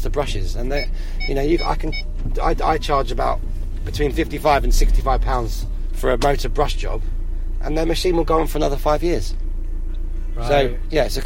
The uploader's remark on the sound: Back in the van. We also hear from people at a Restart Party in Camden.